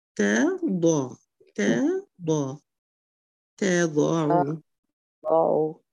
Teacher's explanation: انتبه للتاء، ما تفخميها مع الضاء